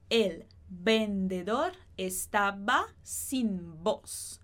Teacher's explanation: o som do V é igual ao do B.